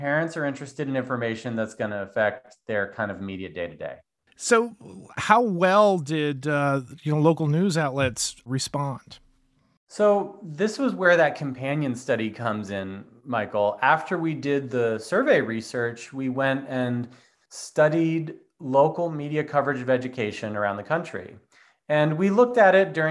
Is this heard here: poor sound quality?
no